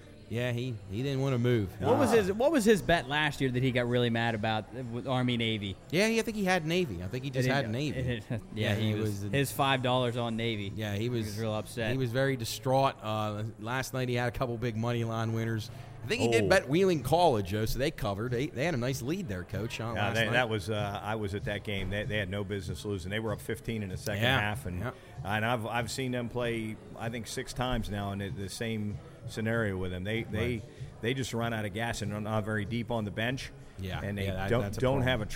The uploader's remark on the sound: LIVE at Generations. LIVE on location.